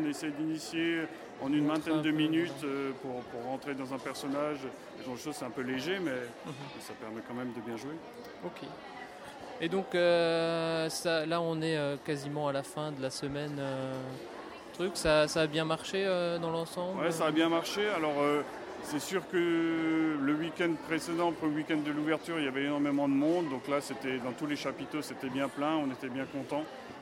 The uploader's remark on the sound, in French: Festival des jeux Happy Games de Mulhouse. S'est rendu à Mulhouse pour le festival Happy Games et en profite pour nous le faire découvrir.